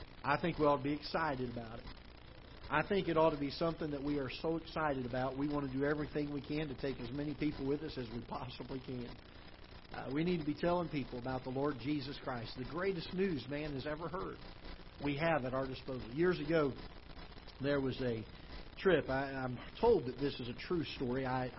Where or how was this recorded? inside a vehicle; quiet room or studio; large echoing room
large echoing room